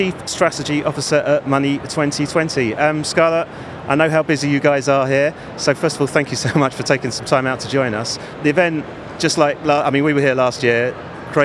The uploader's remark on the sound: The second of four episodes recorded at Money20/20 USA. The event took place at The Venetian, Las Vegas. We recorded a series of interviews from the Instnt's booth with a number of the speakers and attendees at the event.